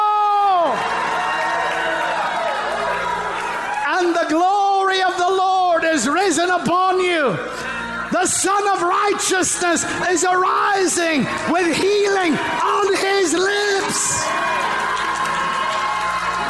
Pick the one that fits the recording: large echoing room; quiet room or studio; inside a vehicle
large echoing room